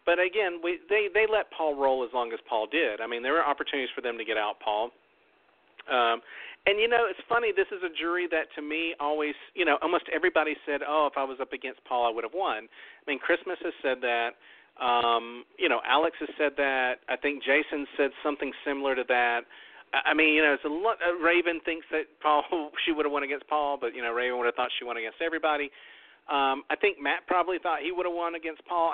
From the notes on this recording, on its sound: We talk about ALL the events of the FINALE plus open the phone lines.